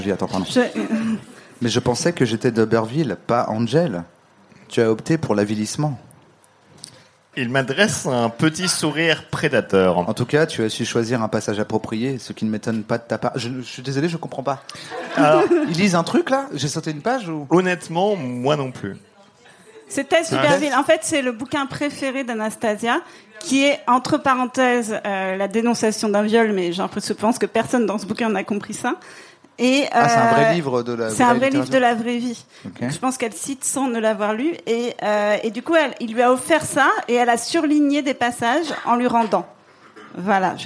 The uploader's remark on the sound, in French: en public au Charlie et sa bière à deux balles